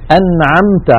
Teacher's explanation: النون ظاهرة عند العين والميم ظاهرة عند التاء